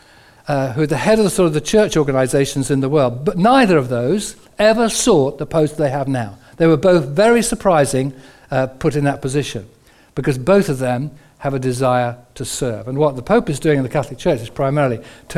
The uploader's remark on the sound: Recorded on 01/11/15 at our Moseley gatherings